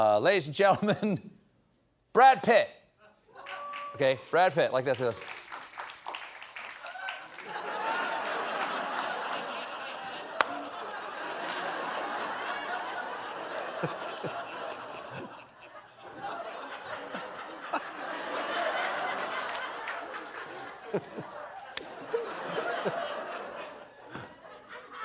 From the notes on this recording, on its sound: For the #LateShowFYC event at The Ed Sullivan Theater in New York City. Taping in front of a live studio audience.